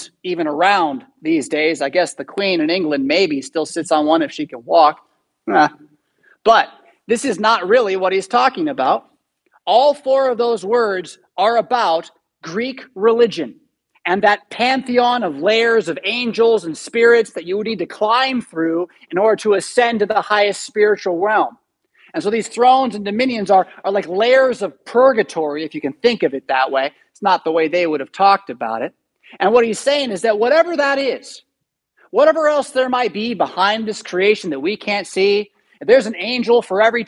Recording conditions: large echoing room